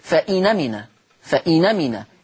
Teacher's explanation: لاحظوا معي أدي النون ساكنة هكذا كما هو موضح أمامكم، النون ساكنة ثم الهمزة مفتوحة، من باب التخفيف والتيسير تحذف الهمزة ثم تنقل حركة الهمزة وهي الفتح إلى النون فتصير فإنمنا، فإنمنا. · Term: النقل